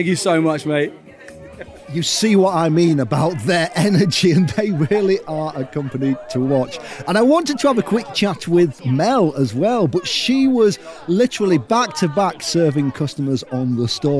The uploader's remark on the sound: Live from Vegfest Brighton. Takes his roving microphone to search out our Vegan Business Tribe members who were exhibiting at Vegfest Brighton in the UK.